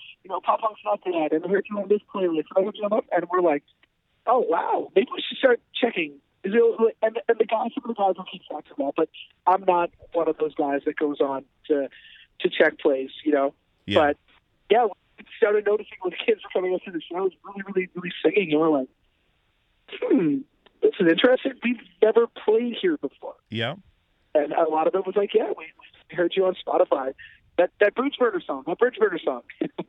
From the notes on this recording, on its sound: Joins me from the deep Dungeon below the bunk in the van on tour driving through Virginia.